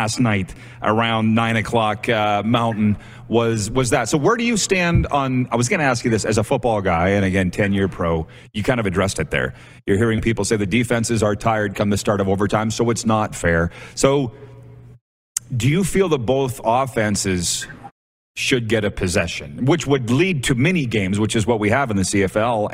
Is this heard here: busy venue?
yes